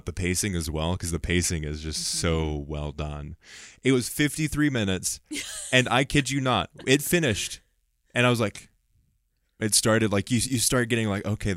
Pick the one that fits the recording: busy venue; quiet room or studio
quiet room or studio